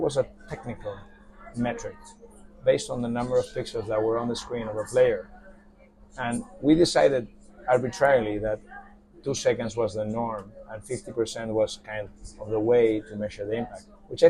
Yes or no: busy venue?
yes